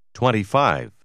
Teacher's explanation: Faccia attenzione che in questi numeri il suono T quasi scompare.